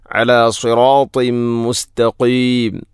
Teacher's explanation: തൻവീനു ശേഷം മീമ് വന്നാൽ ഇദ്ഗാം കാമിൽ. തൻവീനിനെ മീമിലേക്ക് ഇദ്ഗാം ചെയ്യണം